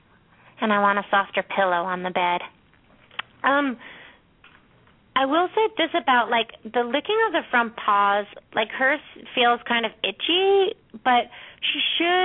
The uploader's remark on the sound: open up the lines for listeners to call